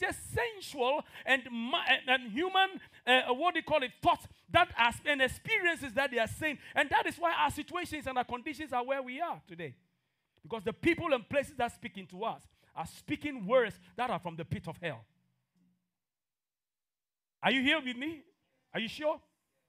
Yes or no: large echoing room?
yes